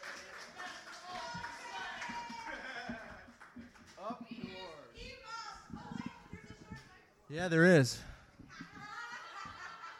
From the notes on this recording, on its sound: Hosts this Open-Mic from late 2000 or early 2001. Featuring a variety of poets and musical performances.